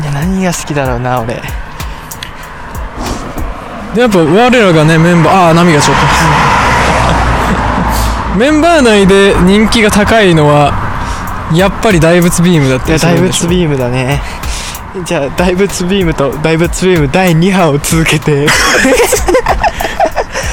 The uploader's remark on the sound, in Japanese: 深夜に歩きながら収録